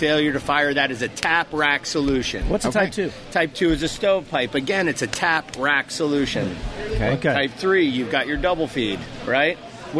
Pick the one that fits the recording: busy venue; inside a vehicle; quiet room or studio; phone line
busy venue